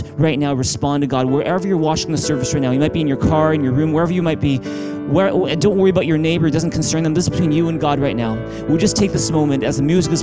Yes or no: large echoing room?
yes